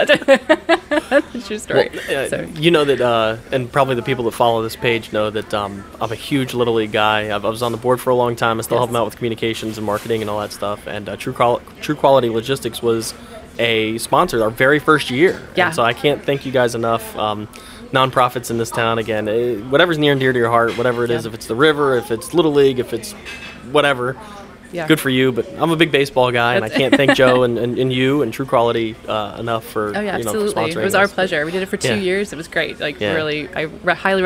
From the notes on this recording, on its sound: filmed on location at Beach Bum Bagels in Vero Beach, FL.